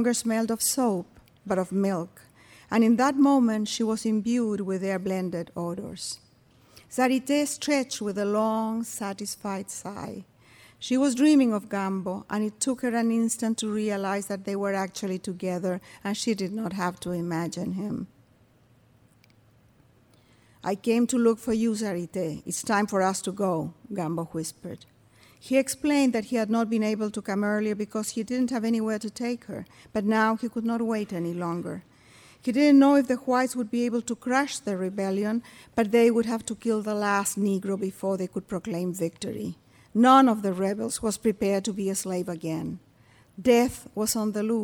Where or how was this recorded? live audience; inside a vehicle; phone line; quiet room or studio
live audience